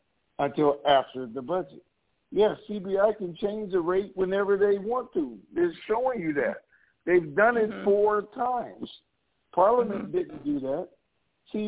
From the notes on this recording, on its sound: TNTSuperfantastic Conference Call